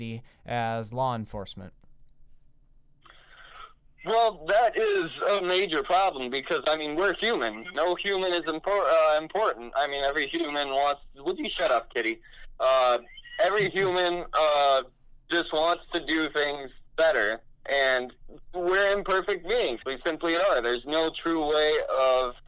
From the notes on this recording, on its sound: I sit on the phone.